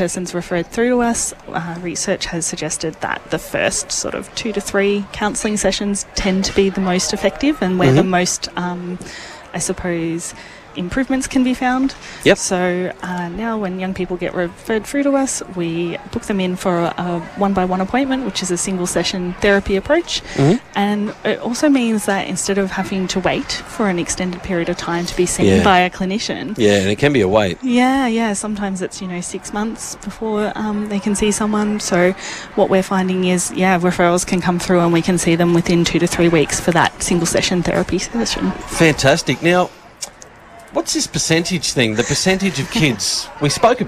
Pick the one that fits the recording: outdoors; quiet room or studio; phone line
outdoors